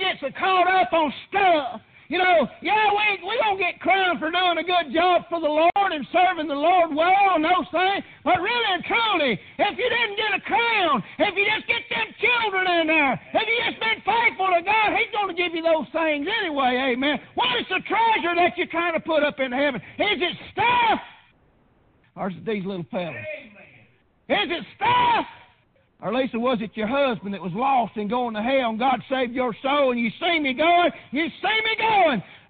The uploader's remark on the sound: Preached on Father's day at Prayer Baptist Church.